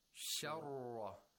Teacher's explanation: the ra has tashdeed and fatha has to be pronounced with tafkhim